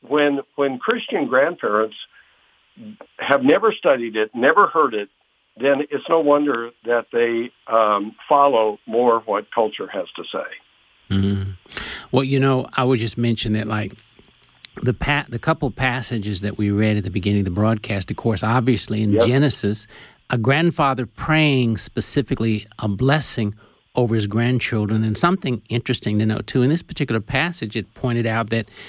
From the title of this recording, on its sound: With Phone Guest